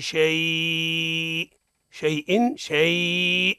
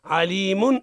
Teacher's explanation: فكلمة شيء منون بالكسر، وكلمة عليم منون بالضم، فنقف على الأولى بإسكان الهمزة وعلى الثانية بإسكان الميم · Term: بالسكون